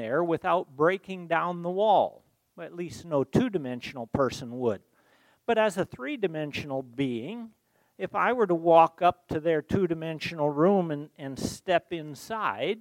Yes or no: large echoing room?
yes